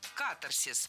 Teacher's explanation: Было сказано «катарсис», но это неверно. В этом слове ударение следует ставить на первый слог – «катарсис».